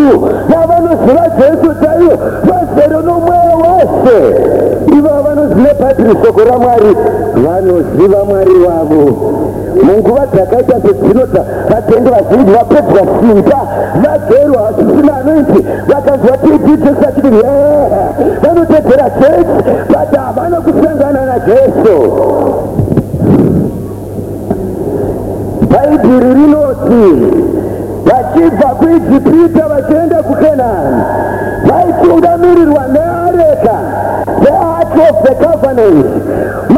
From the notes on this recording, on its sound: Here is a service recorded at an Alnight Prayer event in Zimbabwe.